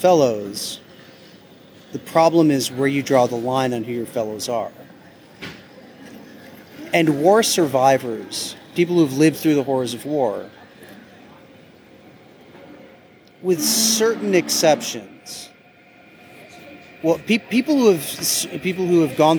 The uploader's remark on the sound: Starbucks (in the Squaire). Naturally, it was taped at a Starbucks in an Airport.